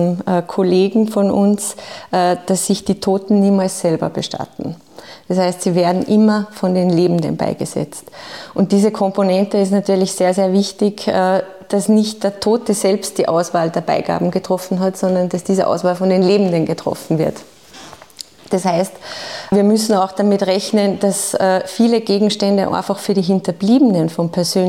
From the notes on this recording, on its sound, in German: Laden die "Salzburger Nachrichten" zum Live-Podcast in den SN-Saal. Eine Folge vor Publikum.